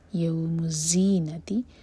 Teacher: ز buzzing sound کے ساتھ